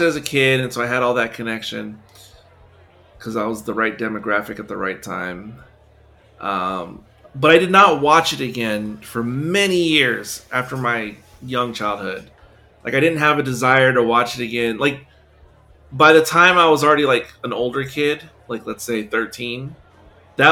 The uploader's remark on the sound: The discussion was recorded in front of a live-barside audience